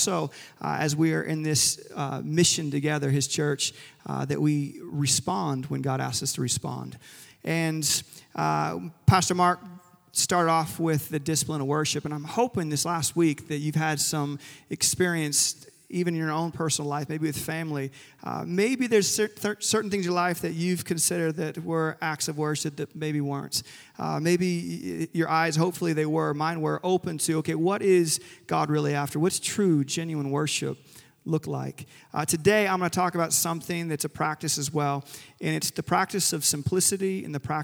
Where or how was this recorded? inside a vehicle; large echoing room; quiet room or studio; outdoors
large echoing room